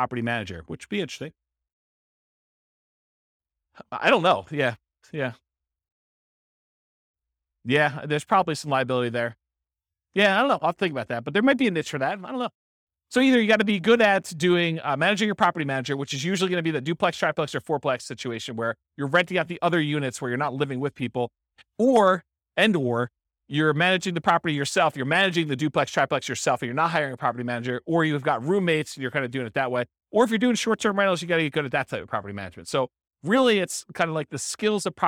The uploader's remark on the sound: This was a live class recorded